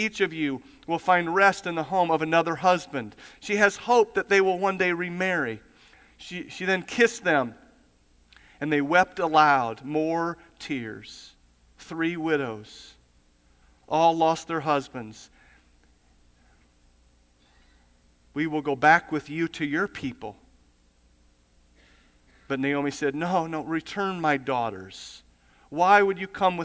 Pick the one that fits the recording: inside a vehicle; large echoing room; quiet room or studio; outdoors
large echoing room